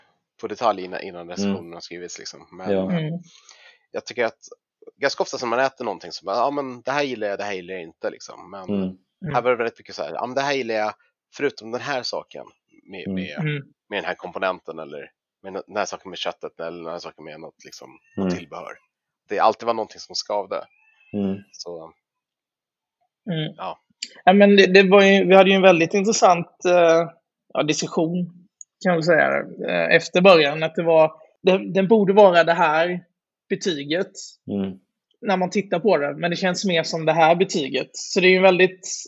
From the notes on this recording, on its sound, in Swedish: Vi spelar in kortare extrainsatta avsnitt på distans. Vi ber om ursäkt för den varierande ljudkvaliteten.